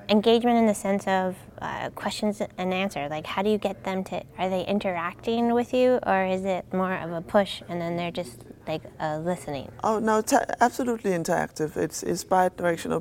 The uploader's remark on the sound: recorded at HIMSS22